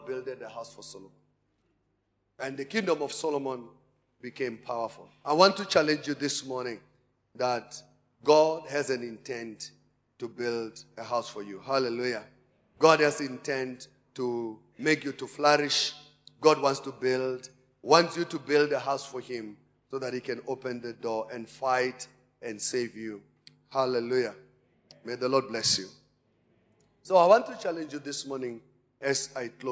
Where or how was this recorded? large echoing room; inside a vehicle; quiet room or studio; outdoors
large echoing room